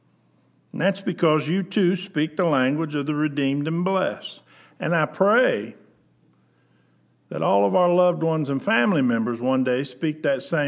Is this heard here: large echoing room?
yes